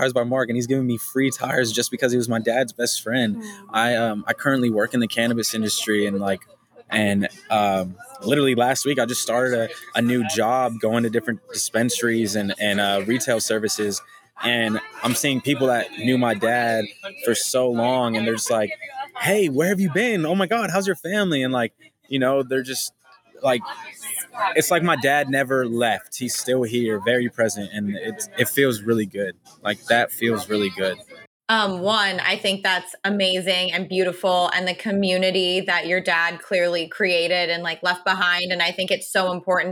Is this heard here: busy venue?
yes